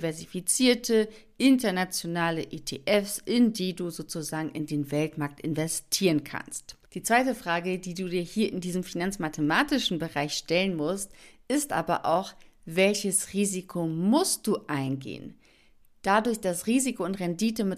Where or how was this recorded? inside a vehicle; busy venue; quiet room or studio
quiet room or studio